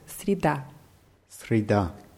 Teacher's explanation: Das Wort wird mit je in der Mitte äh, geschrieben, aber je wird als i ausgesprochen, weil es unbetont ist.